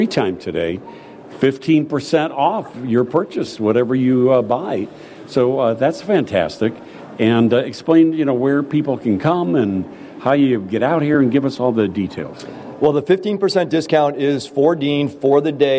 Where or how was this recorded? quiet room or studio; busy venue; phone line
busy venue